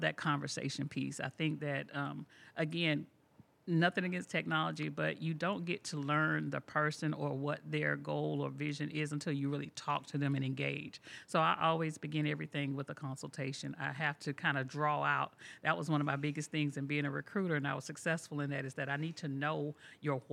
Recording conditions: busy venue